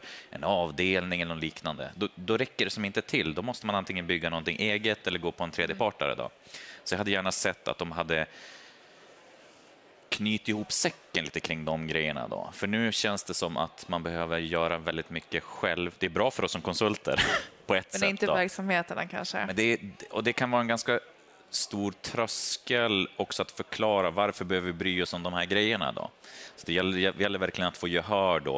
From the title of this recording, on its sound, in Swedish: Live från Teamsdagen